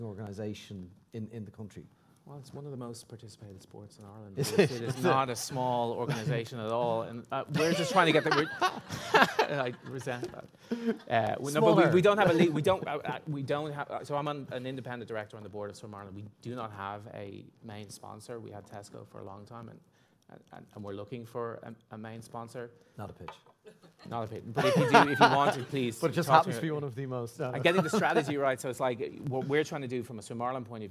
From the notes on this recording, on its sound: This episode was recorded live at the European Sponsorship Association event. This episode was recorded live at the European Sponsorship Association event.